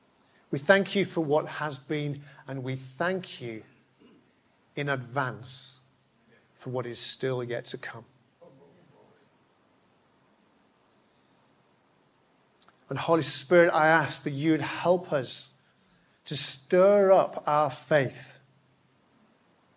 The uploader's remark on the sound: Preached at Hollybush on 13th February 2022, my first at the church.